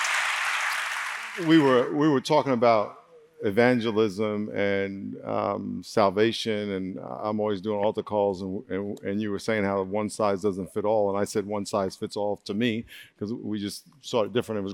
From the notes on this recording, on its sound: On-stage interview. Recorded at Rock Church, San Diego in 2019.